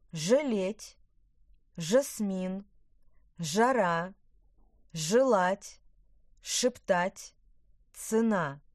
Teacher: Восьмое. Гласный а в первом предударном слоге после ж, ш и ц произносится как средний между э и ы.